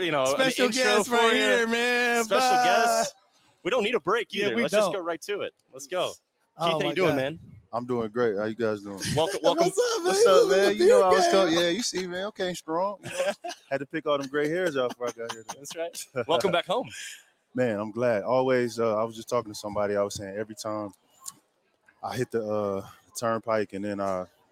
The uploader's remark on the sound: Border War LIVE Pregame Show from Wayne & Larry's. Live from Wayne & Larry's in Lawrence, Kansas.